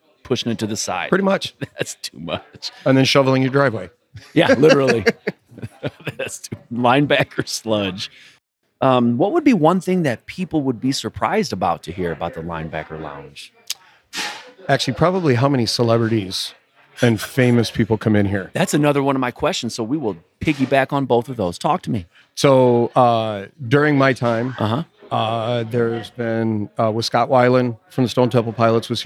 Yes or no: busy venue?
yes